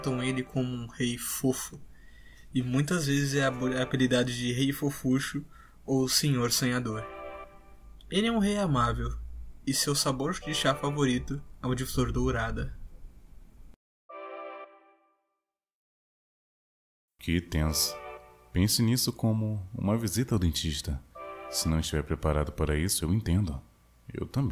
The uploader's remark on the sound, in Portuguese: Peço perdão por quaisquer ruídos ou barulhos de fundo da gravação